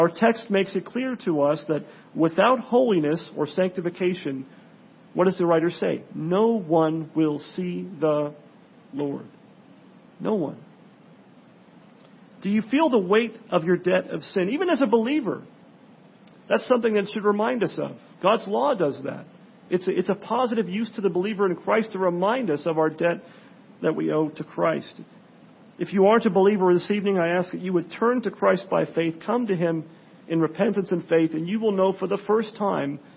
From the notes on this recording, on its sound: Sermon preached on Sunday night (1/22/17) at Pilgrim Presbyterian Church, in El Cajon, CA.